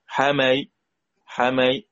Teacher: تسهيل بين بين مع جزء من الكسرة بينها وبين الياء لأنها مكسور